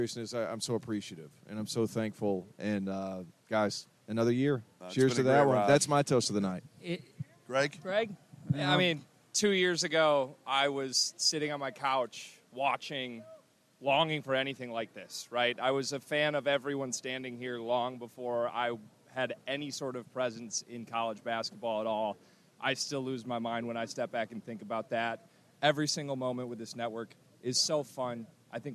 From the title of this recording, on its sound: LIVE from NRG Stadium